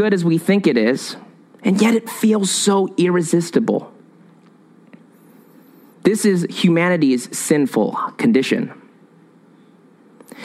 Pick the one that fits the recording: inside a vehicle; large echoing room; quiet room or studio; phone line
large echoing room